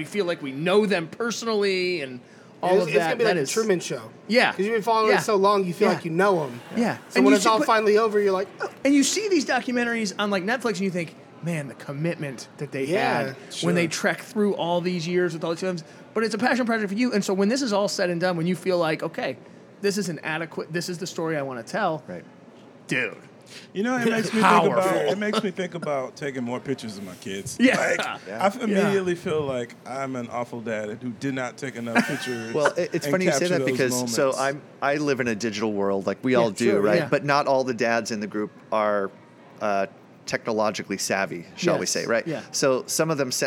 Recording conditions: busy venue